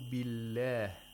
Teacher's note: The lam of Allah is pronounced with tarqiq, thinness. With thinness because it's preceded by a letter with kasra. Practically, we say it should be pronounced with an empty mouth.